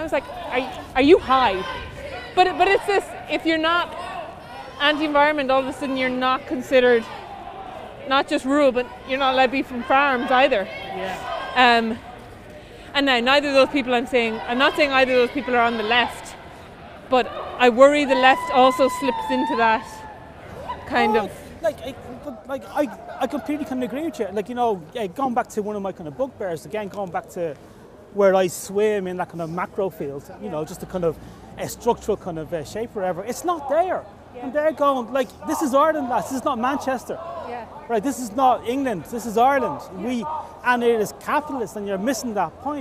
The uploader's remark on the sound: Recorded during a climate action march in Dublin on 9 December 2023.